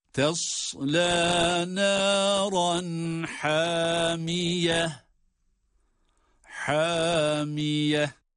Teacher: Elif uzatma harfi olarak, bakınız elif met harfi olarak önceki harfi uzattırıyorsa, o zaman öncesindeki harfin kalınlığına ya da inceliğine tabidir. Burada ha harfi ince harf olması itibariyle elif ile uzatarak okunması da ince ses ile olacaktır.